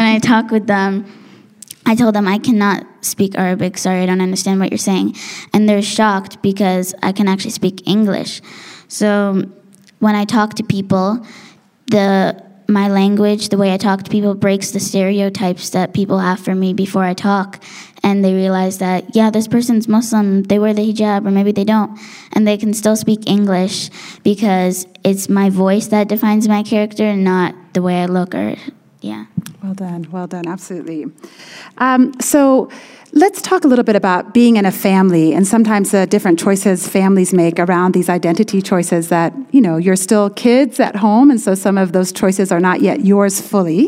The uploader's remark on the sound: Live! Cross Cultural Kids. A live show from the International School of Kenya.